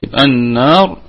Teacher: النون في كلمة النار في أعلى درجات الغنة لأنها مشددة وهي حرف غنة، وغنة ميما ثم نونا شددة، يعني حين ترى الميم أو النون مشددتين فهما حرف غنة، أي في أعلى درجات الغنة، يعني في الدرجة الأولى من درجات الغنة.